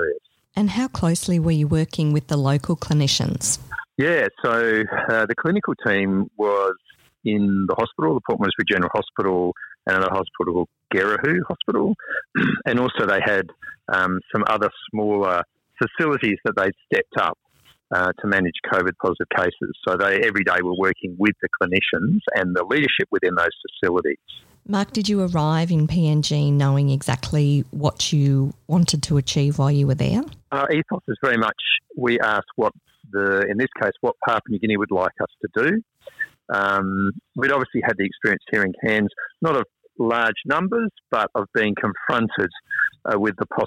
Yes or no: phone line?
yes